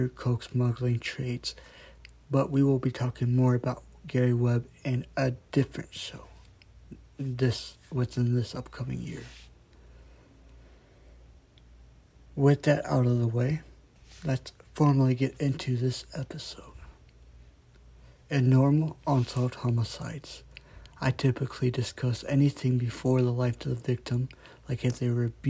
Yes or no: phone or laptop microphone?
yes